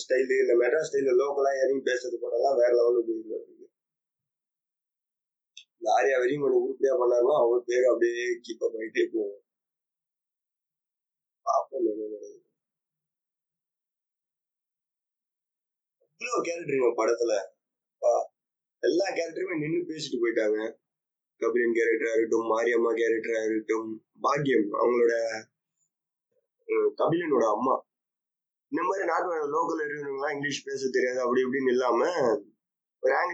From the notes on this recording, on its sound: sorry for the very very poor audio quality